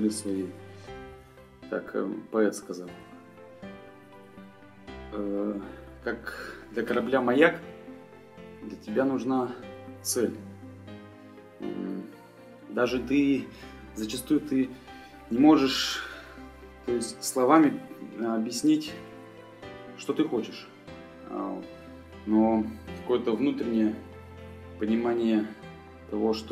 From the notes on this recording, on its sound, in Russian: И снова у нас необычный выпуск, записанный на диктофон в 500-ах милях от Северного полюса за далекой 80-ой параллелью.